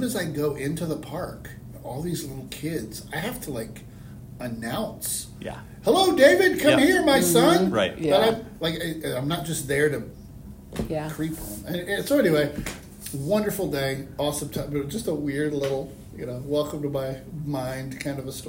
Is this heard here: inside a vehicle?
no